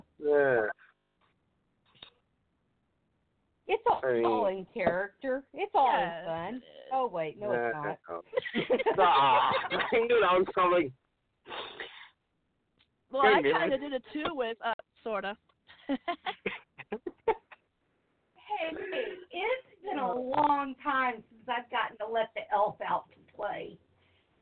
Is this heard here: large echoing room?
no